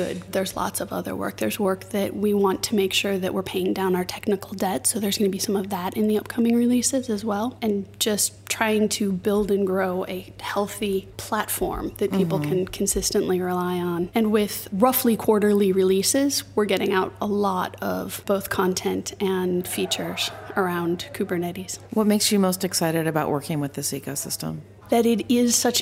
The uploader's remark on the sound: Joins us live from OpenStack Summit in Barcelona.